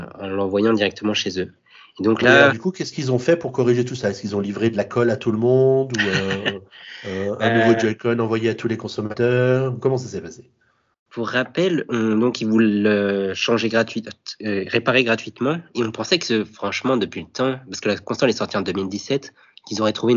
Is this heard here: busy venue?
no